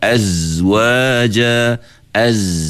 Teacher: Kita baca rokhawah tu maksud dia mengalir. Suara mengalir. Suara tak tahan terus.